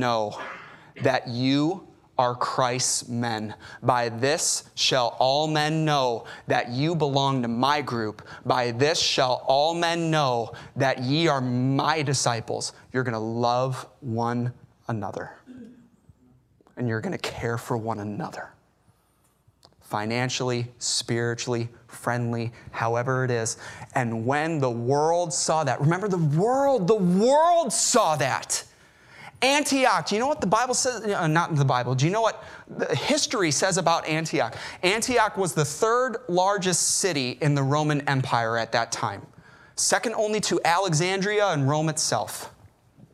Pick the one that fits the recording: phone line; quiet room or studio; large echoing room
large echoing room